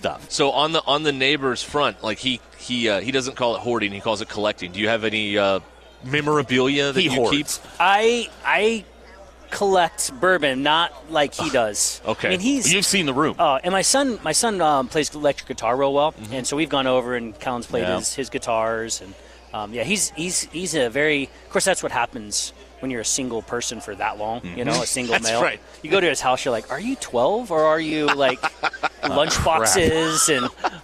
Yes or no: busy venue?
yes